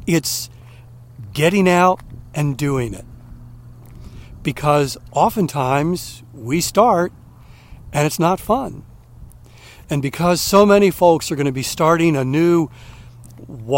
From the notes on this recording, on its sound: During today's ten-minute walk